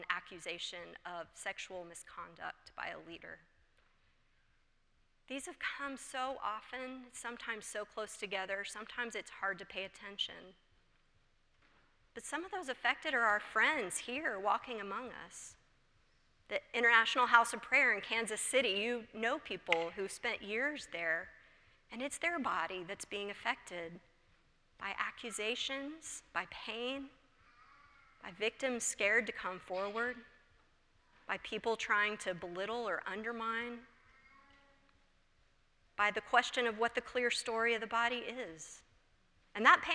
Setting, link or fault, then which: setting, large echoing room